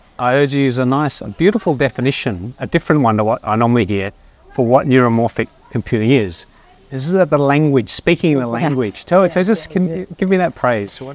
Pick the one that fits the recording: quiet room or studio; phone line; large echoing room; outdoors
outdoors